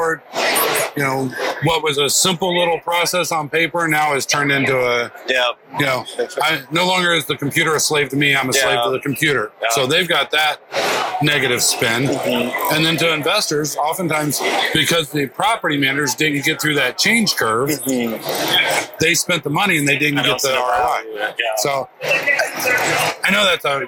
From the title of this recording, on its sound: LIVE AT NAA